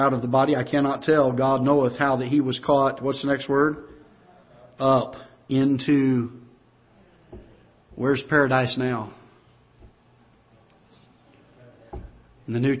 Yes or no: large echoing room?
yes